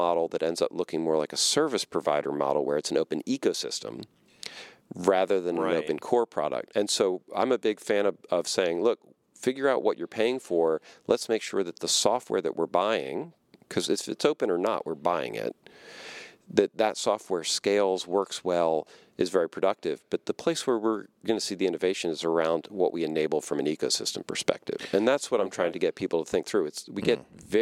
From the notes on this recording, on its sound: recorded at Kubecon 2019